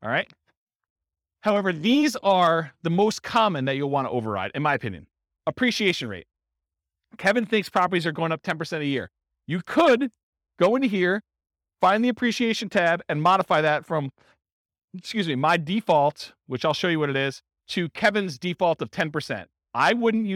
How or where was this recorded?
live audience